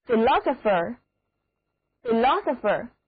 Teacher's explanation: 整个单词重音第二个音节